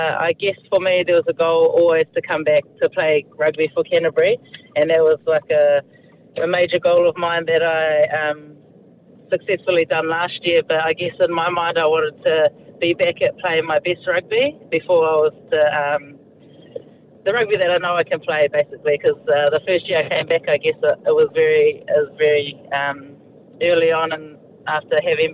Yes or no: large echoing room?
no